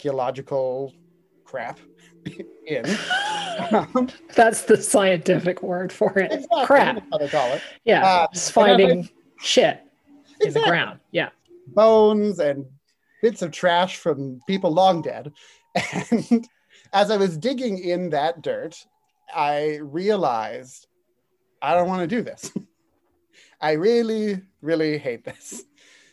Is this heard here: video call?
yes